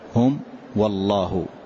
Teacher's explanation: فأخرج الميم وأخرج الواو، فأخرج الميم في كلا الحالتين، لأن الواو والفاء قد تضعف الميم. · Term: إظهار